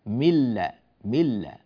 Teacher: لأن بعدها لام هنا، ثم أدغمنا اللام الأولى في اللام الثانية وصار النطق عندي، نأخذ هذه الأعلى قليلا، وصار النطق عندي بلام واحدة مشددة · Term: الإدغام